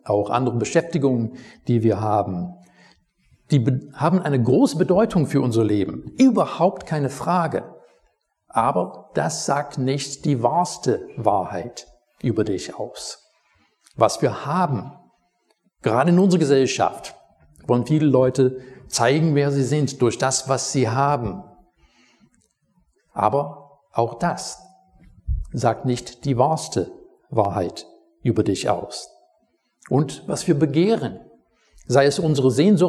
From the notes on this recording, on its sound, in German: Predigt aus dem Gottesdienst